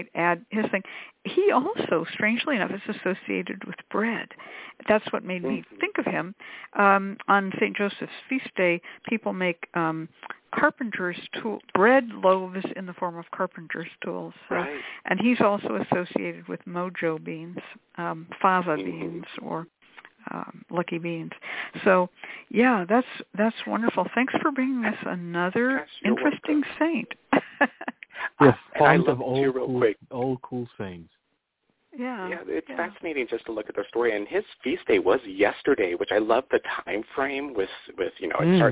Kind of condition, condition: link, phone line